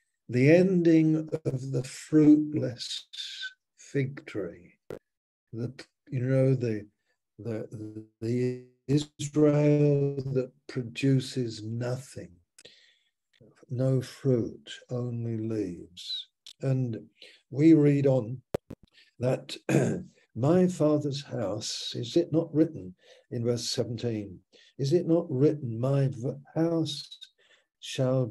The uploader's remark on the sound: Malaysia Meets (Zoom).